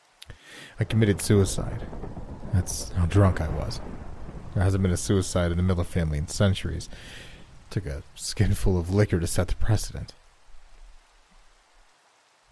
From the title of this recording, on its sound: Rain & Thiunder Sounds